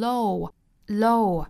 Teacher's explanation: Low 这个单词英音发成 o, low,美音呢读成 low, low 是不包含双元音的滑动的